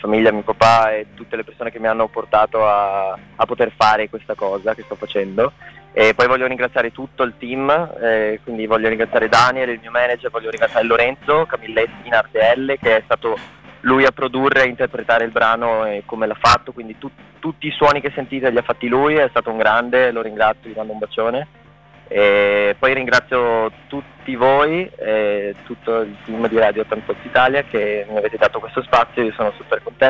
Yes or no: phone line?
yes